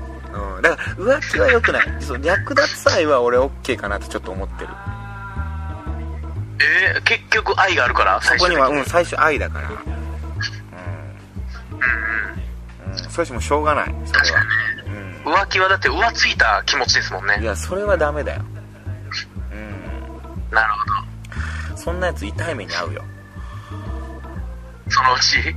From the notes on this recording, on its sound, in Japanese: 電波状況が悪すぎる電話収録。あたま3分間ほど聞き取りづらいですが、のちにクリアになります。